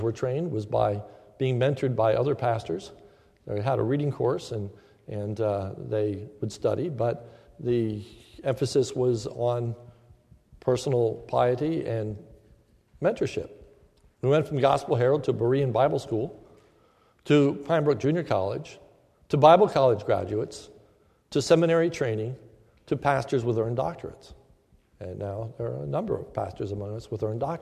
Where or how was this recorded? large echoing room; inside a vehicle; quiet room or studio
large echoing room